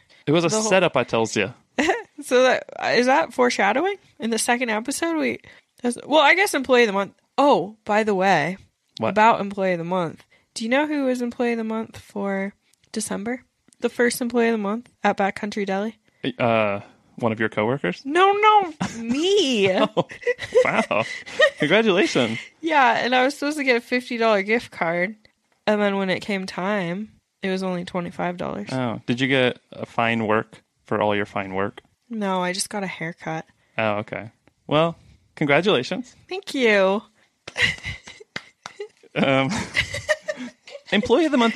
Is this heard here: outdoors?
no